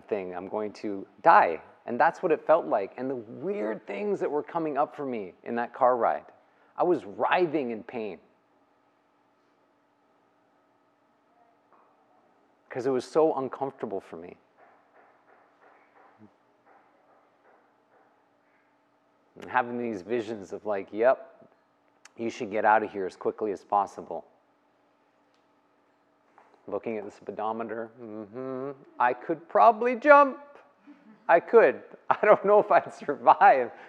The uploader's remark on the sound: The live recorded lecture took place during a 200-hour yoga teacher training at Peace Retreat in Los Pargos, Costa Rica in January of 2022.